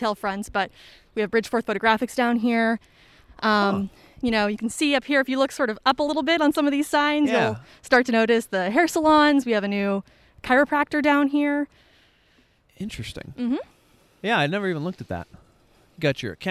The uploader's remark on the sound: Old Town Winchester Walking Tour